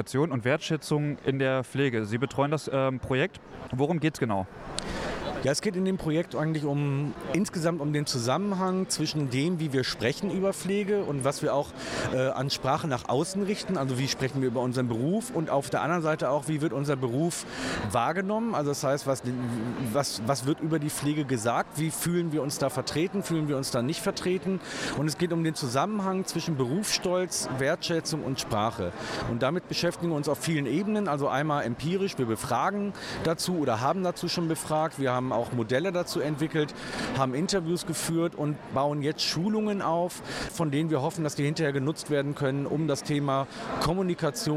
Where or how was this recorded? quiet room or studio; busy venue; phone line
busy venue